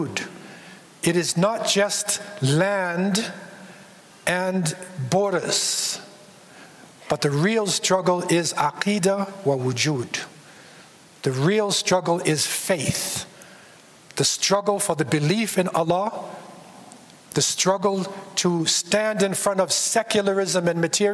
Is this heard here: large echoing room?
yes